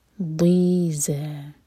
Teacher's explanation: ضاد جو هي زبان كي سايد سي پڑھا جاتا ہے ٹپ سے نہیں زبان کی سائیڈ مولر کی گمز میں لگنی چاہیے